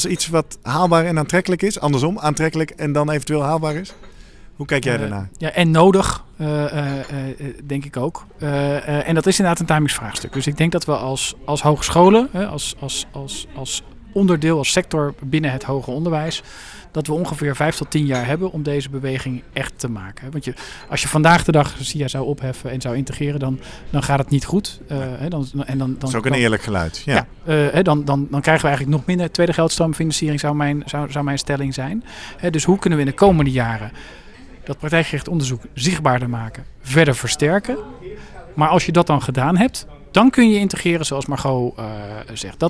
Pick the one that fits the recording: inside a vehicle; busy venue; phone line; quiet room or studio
busy venue